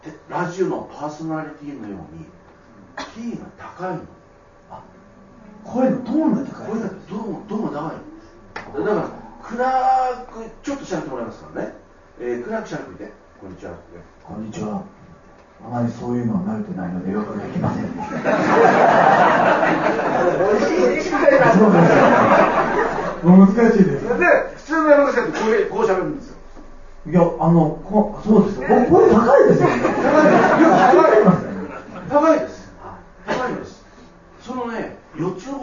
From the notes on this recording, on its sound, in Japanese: 貴重なトークイベントが行われました